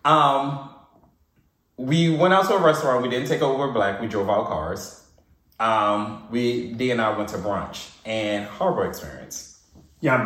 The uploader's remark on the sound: Technical Difficulties. However is a lil a cut and paste because of some audio issues.